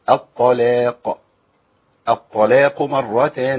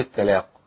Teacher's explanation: التلاقي في القران دي كلمه موجوده، لكن الطلاق المعنى يتغير، فمحتاج ان ابين ايه أبين الطاء وبين لام المرققة، مش الطلاق ولا أقول التلاق، أقول إيه الطلاق، الطلاق مرتان زي اللي جاي معايا.